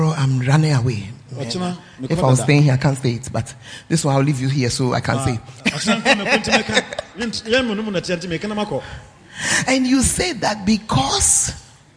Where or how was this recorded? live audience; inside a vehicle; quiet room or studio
live audience